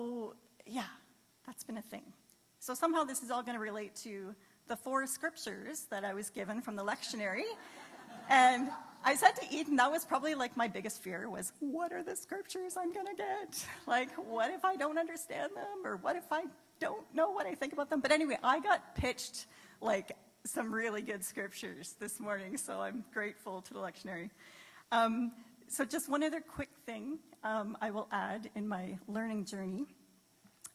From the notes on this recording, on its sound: This was a live great live service